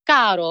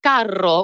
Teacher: caro with a flipped R means dear, whereas carro with a rolled R means cart